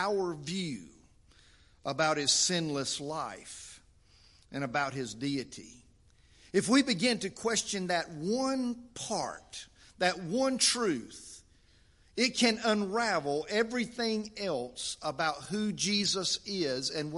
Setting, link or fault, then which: setting, large echoing room